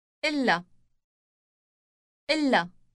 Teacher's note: Note the doubled or elongated L sound.